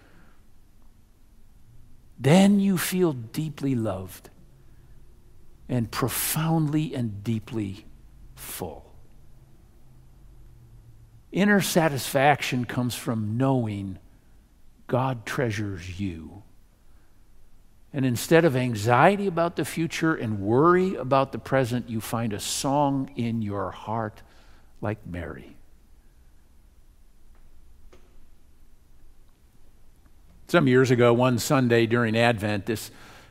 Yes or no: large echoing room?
yes